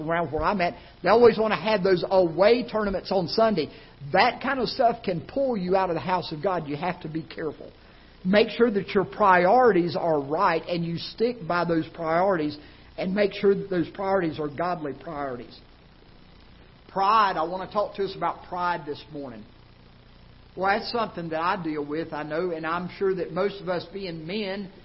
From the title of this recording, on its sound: Ketha Heights Baptist Church ~ Live Broadcast